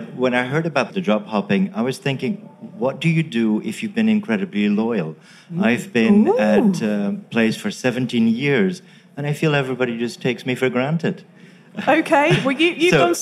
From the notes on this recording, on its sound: At the recent FT Weekend Festival in London.